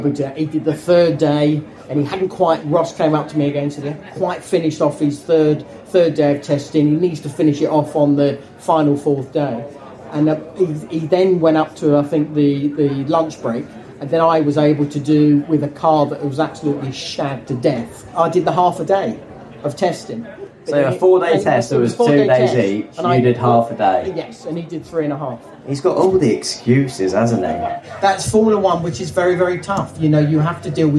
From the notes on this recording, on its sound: LIVE from Silverstone! Recorded Live at the Hamilton Fields Campsite at the British Grand Prix. This was a live recording in front of an audience.